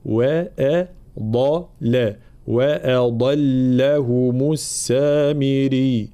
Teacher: كلمة وأضلهم، واضح هنا الضاد جاءت بين مرققين، فلا بد من انتباه ترقيق الهمزة وترقيق اللام، وبينهما الضاد مفخمة